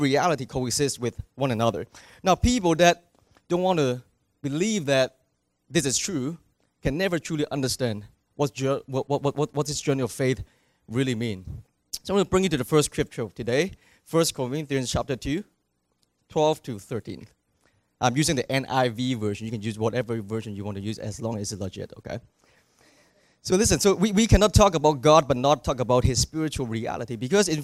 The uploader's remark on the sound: Recorded on July 21, 2019 at THRIVE Church Vancouver, Canada